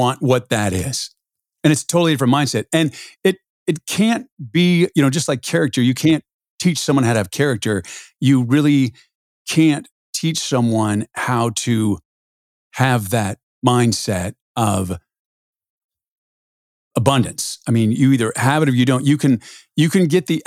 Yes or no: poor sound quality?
no